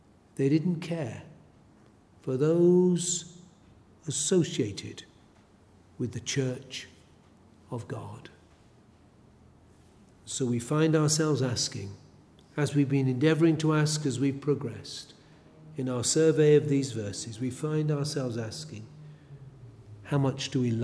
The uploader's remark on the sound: A sermon preached at Elswick Parish Church.